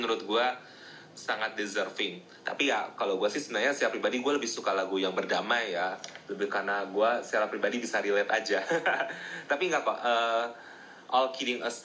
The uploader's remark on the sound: Instagram Live Session